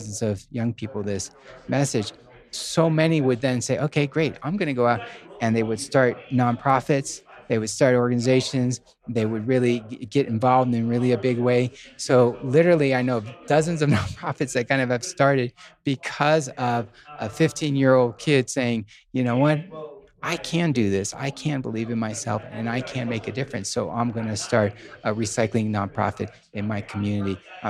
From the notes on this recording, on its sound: We are live again from the GoBundance event